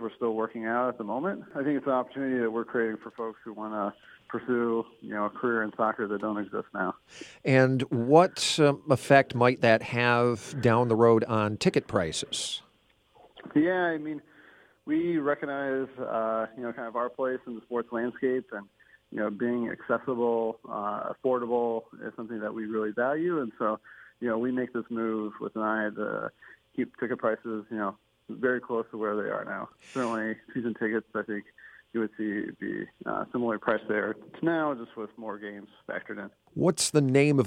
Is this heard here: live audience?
no